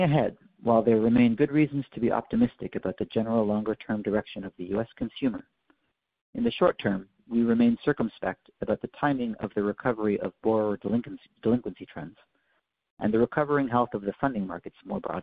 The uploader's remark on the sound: Second Quarter 2023 Earnings Conference Call.